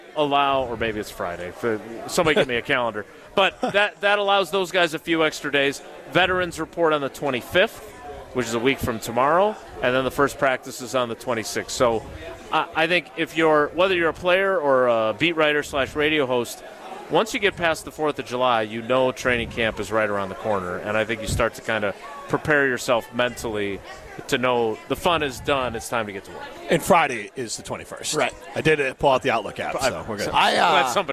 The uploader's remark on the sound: live from the inaugural ESPN Madison Open